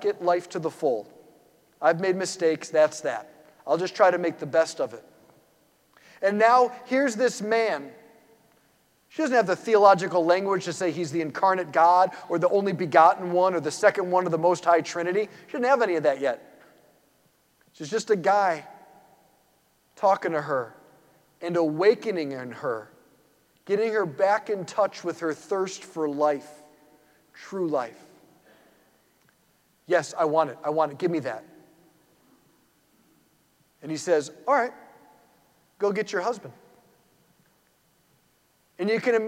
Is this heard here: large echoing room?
yes